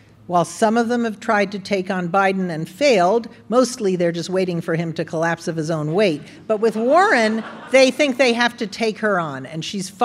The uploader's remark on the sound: This is a special episode, recorded in front of a live audience at the Boulder Theater in Boulder, Colorado.